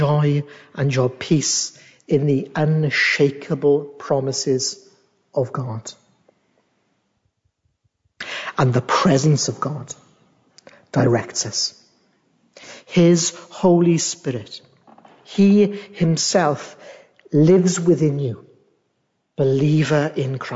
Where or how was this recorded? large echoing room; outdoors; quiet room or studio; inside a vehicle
large echoing room